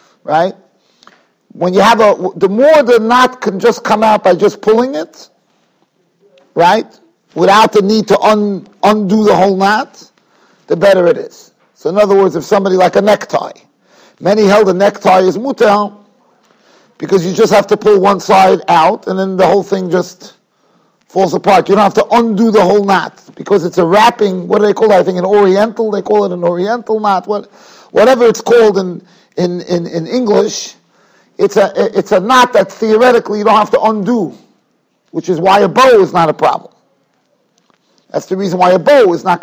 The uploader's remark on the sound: Shiur recorded in Yeshivas Ohr Reuven, Monsey, NY.